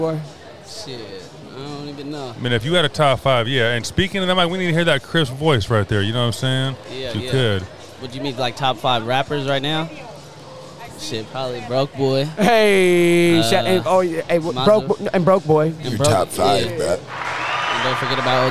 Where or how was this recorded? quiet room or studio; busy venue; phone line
busy venue